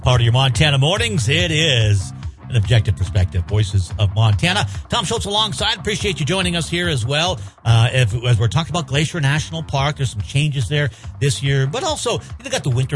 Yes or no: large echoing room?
no